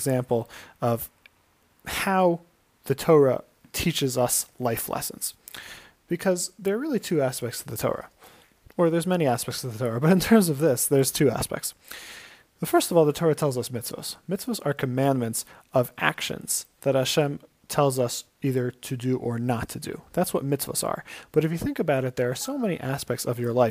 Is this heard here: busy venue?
no